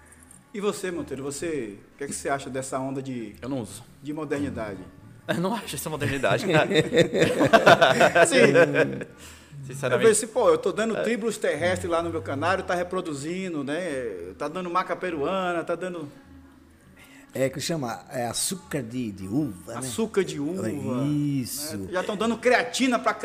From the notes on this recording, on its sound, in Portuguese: Todos os episódios foram gravados durante o 70ª Campeonato Brasileiro de Ornitologia, no Centro de Eventos da FOB, em Itatiba, SP, em julho de 2022.